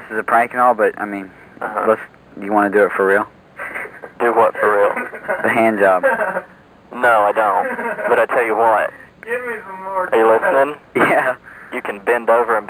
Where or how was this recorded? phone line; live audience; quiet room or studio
phone line